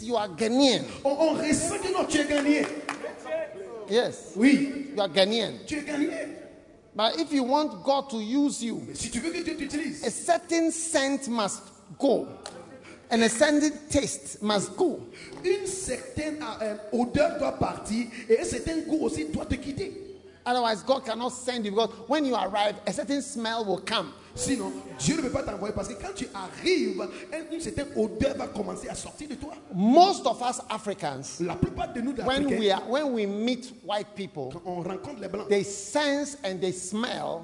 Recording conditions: large echoing room